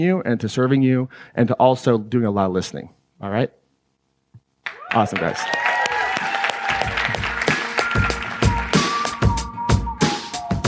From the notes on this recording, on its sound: This excerpt was taken from the introduction to my 2019 Claim Your Power Live event in Atlanta, GA.